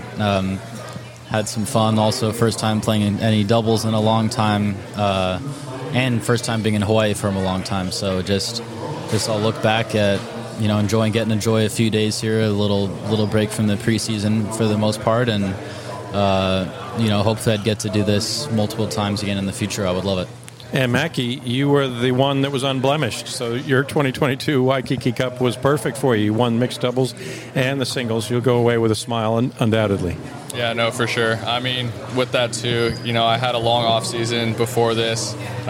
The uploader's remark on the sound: A three-day tennis event held in Waikiki, Hawaii. This interview was recorded in the lobby of the Outrigger Reef, which was the 2022 Official Resort & Hotel Partner of the Waikiki 株塾 Cup.